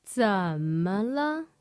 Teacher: notice that it has this dipping sound at the start · Term: third tone